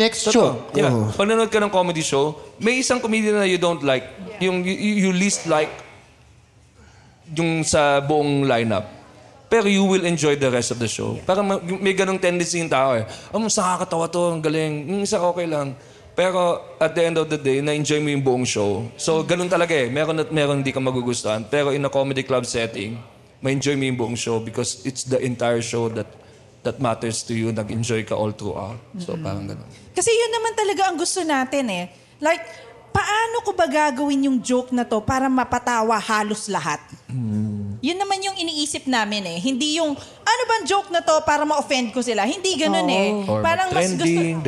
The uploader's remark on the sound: This was recorded with a live audience after their successful stand up comedy show.